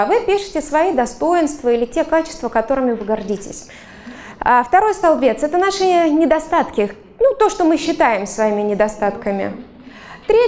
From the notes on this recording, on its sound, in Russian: Запись была сделана на фестивале психологического просвещения PSYfest, который проходил в Благосфере с 18 по 20 ноября 2022 года.